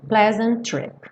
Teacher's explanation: E pleasant trip, você não pronuncia dois T's, apenas um.